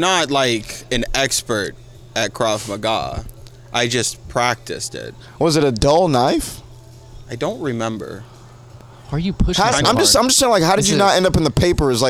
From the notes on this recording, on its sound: This podcast was recorded before the Shantytown Pub open mic